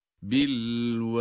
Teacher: sondaki dal harfi, kalkale ince okunan bir harf. Kalkaleyi de dolayısıyla ince bir sesle yapmamız lazım.